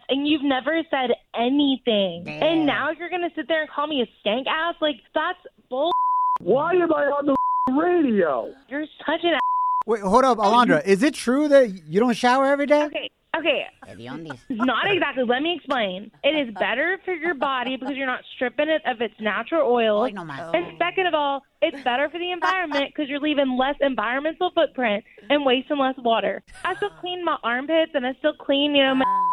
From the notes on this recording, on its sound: We opened up the phone lines